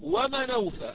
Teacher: ولكن لا ننسى أن ورشا رحمه الله لا يقرأها هكذا، لا يقرأها ومن أوفى، بل إن ورشا رحمه الله يسقط الهمزة في كلمة أوفى، يسقطها يعني يلغيها ويحذفها، وينقل حركتها التي هي الهمزة الفتحة، ينقل الفتحة هذه إلى النون الساكن قبلها. فورش عندما يريد أن يقرأ ومن أوفى يقرأها ومن أوفى، ومن أوفى.